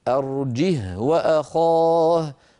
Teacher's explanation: فالهاء ساكنة وصلا ووقفا